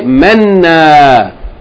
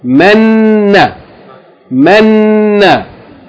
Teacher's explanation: Some people, when they see shadda, they say menna. There's no long vowel there. It's just a double consonant, but the vowel is short. · Shown in: second take